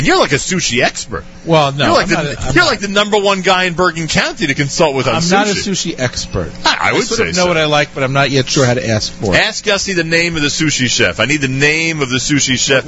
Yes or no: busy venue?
yes